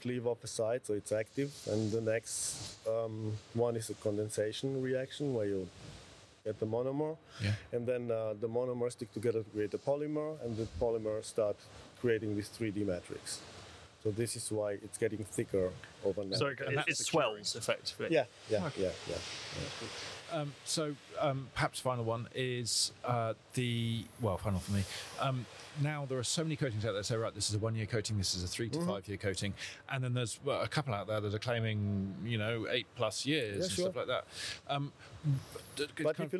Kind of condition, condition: setting, busy venue